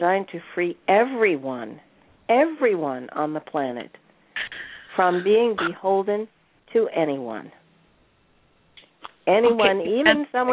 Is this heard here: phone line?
yes